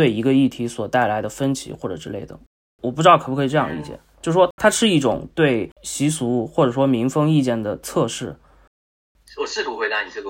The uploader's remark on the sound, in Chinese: 抱歉由於越洋訪問所以今天收音出了問題